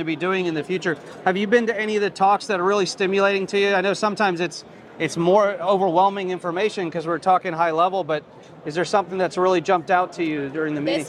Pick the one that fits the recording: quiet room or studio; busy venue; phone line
busy venue